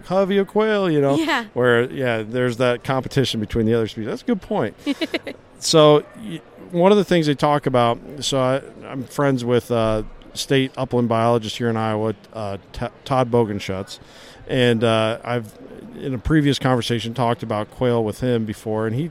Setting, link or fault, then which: setting, busy venue